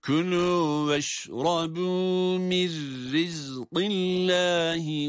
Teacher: İdgam edilince de ra harfi şeddeli gibi okunur. Ve aynı zamanda ra'nın esrisi sebebiyle de ra harfi ince okunur.